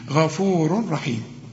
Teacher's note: أنا قلت لك قبل كده ما دام عندك تنوين زي ده غفور وبعد راء ما تغنش، العلماء بيسموه إدغام كامل بدون غنة